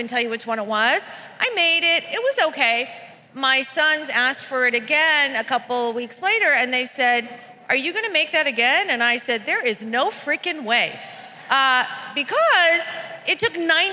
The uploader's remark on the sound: at Create & Cultivate's LA 2020 conference